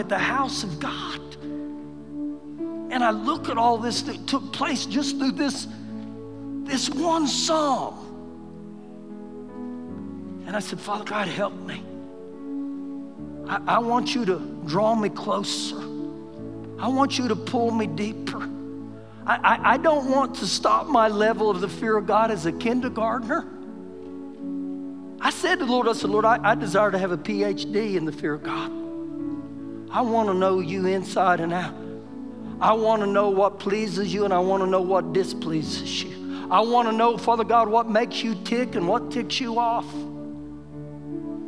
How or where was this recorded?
large echoing room